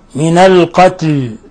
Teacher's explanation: اللام نقف عليها بالسكون ولا نقلقلها